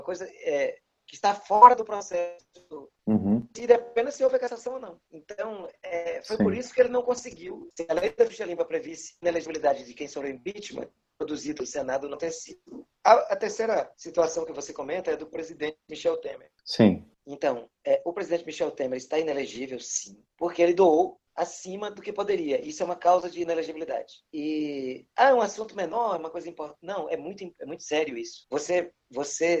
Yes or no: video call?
yes